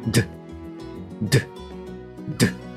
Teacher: 舌先を上の歯と、まあ、上の歯の根元あたり、このあたりにくっつけて弾く音になります。で、あの、この時にですね、喉を開いて、えー、声帯を使うっていうところがポイントになってきます。えー、弾くのと喉を開くっていうのを同時にやるので、ちょっとやりにくいかもしれないんですけれども、はい。で、どんな音になるかっていうと、ドゥ、ドゥ、ドゥ。はい。あの、こんな音になります。で、えー、D の音はですね、T の音とのペア音になります。で